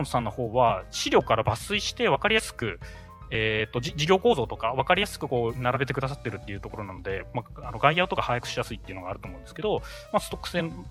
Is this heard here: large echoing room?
no